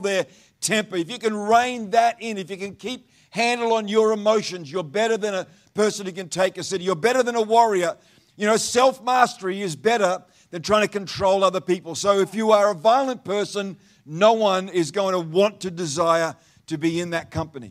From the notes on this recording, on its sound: Live Stream of Destiny Church Atherton!